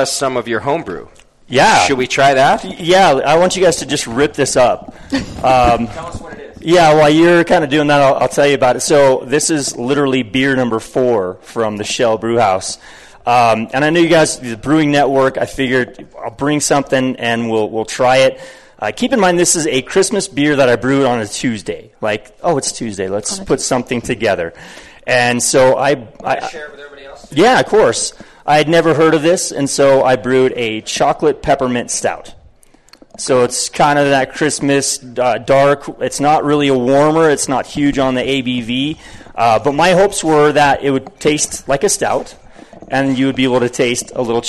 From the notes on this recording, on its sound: Live webcast from The Hop Grenade Taproom. Travels back to Fort Collins for another live webcast from The Hop Grenade Taproom .